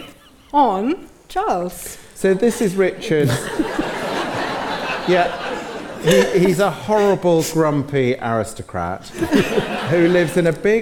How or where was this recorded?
live audience